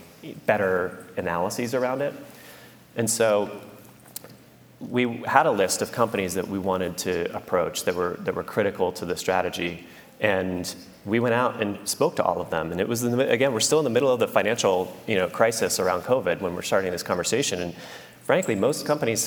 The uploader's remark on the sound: took the stage at Omeda's Idea Exchange to do a live recording of the podcast